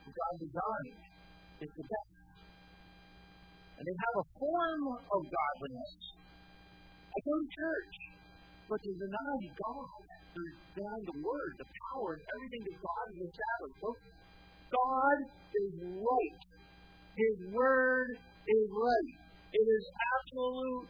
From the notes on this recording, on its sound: At Northside Baptist Church of Elkhart, Indiana.